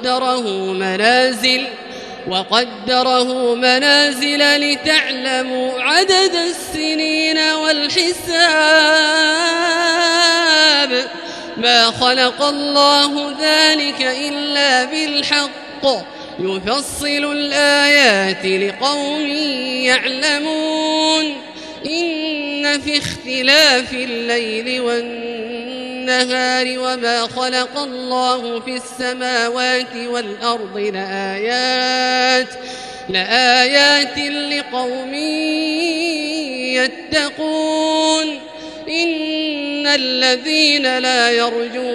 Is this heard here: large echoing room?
yes